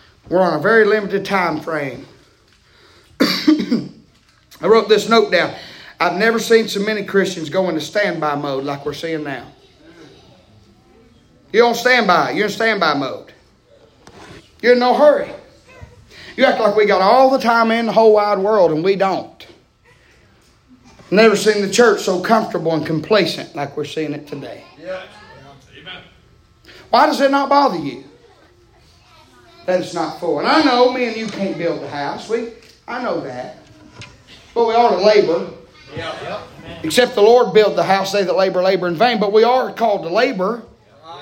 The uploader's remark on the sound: preaching live from Still Water Baptist Church